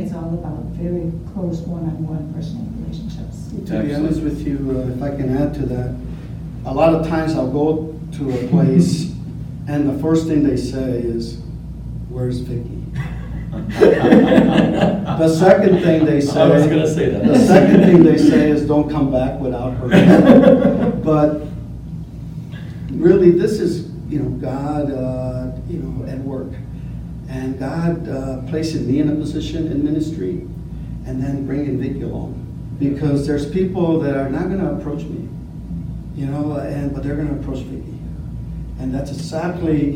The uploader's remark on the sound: This episode was filmed LIVE at the 2019 REACHgathering